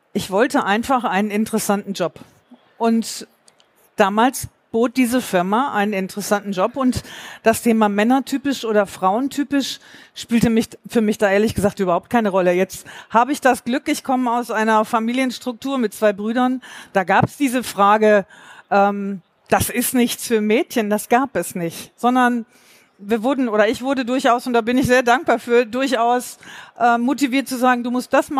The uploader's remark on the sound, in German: Live vor Ort vom FI-Forum in Frankfurt.